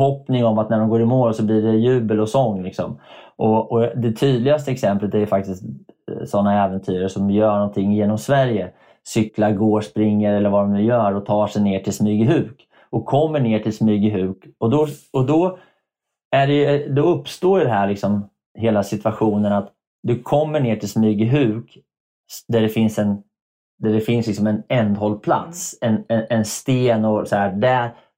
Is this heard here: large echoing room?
no